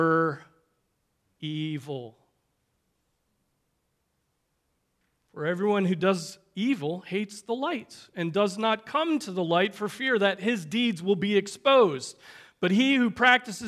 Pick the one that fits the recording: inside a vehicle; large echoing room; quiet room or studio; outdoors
large echoing room